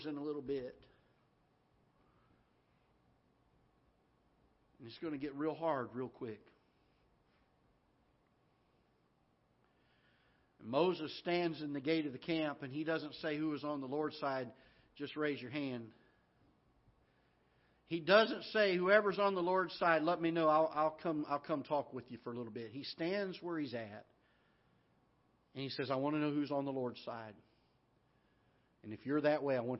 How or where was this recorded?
large echoing room